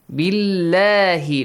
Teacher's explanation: lam here with a light sound. Yes, because there is a كسرة sound before